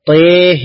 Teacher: بمالة الحرفين الطاء والهاء